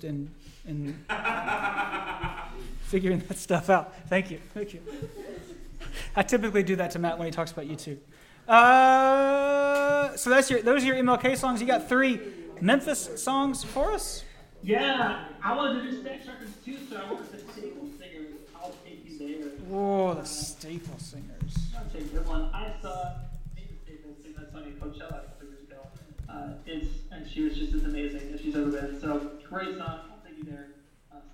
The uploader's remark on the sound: TVP Live in Memphis! Recording on the road is hard. Nevertheless we persisted to bring you a podcast of suboptimal quality in production. We were live at the Lutheran Student Movement Gathering in Memphis.